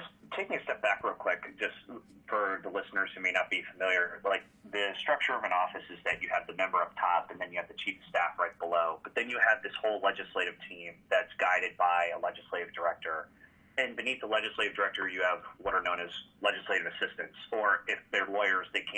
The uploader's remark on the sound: sits down by phone